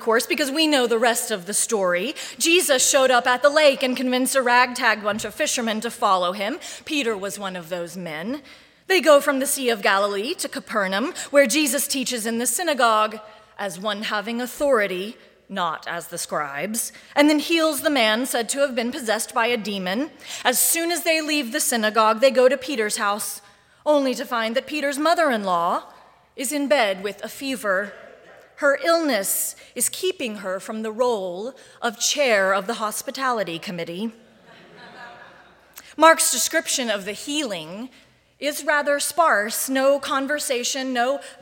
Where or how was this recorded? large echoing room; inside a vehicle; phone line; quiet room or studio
large echoing room